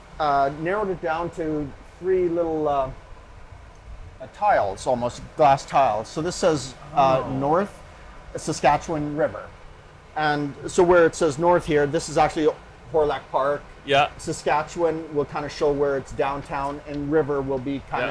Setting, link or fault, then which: fault, sounds in the background